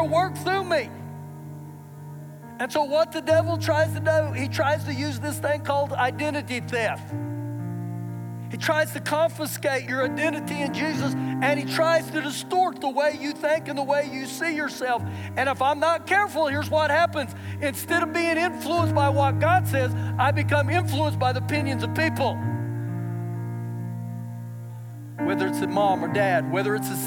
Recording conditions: large echoing room